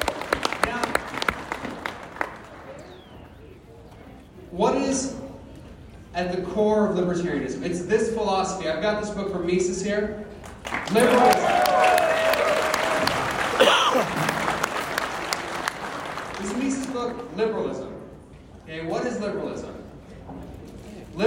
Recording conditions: busy venue